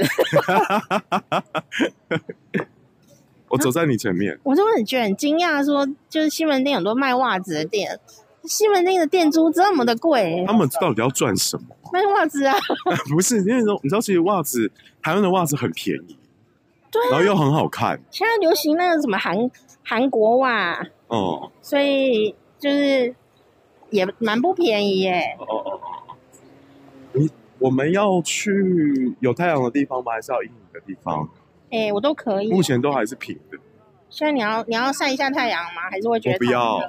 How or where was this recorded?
busy venue